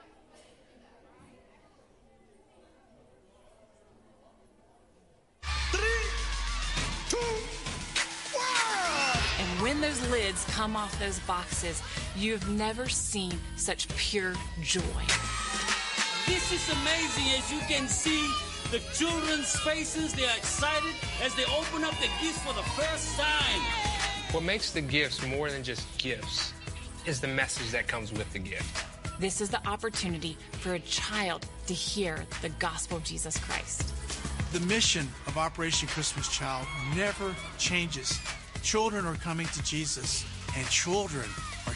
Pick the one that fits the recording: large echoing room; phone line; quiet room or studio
large echoing room